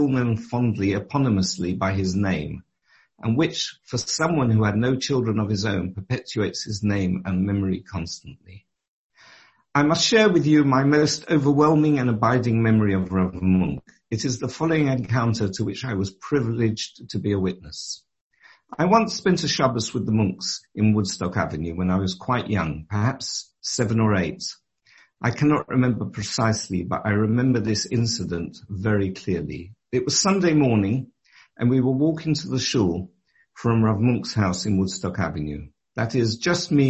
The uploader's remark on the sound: Delivered and recorded over Zoom.